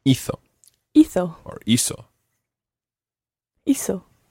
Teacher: But with hizo, the stress is on the first syllable.